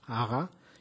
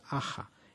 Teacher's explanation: Por ejemplo, si yo digo la palabra maga, estoy diciendo una cosa distinta de si digo la palabra maja. En un caso yo he producido vibración entre dos as, aga, y en otro caso yo no he producido vibración entre las dos as, aja. En el momento en que yo hago esa fricativa sorda, velar, la ja, yo en ese momento, yo no estoy fonando.